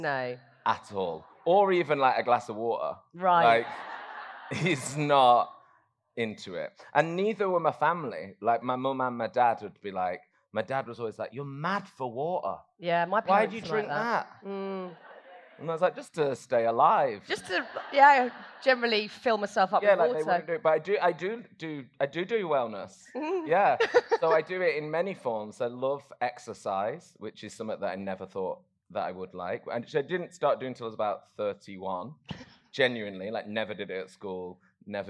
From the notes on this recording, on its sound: live from the Happy Place Festival